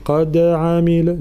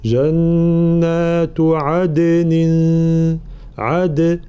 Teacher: الدال الساكنة لابد من بيان قوتها بالقلقلة · Shown in: second take · Term: الدال المقلقلة